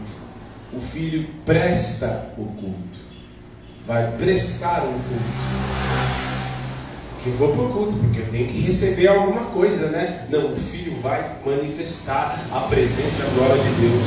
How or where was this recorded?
large echoing room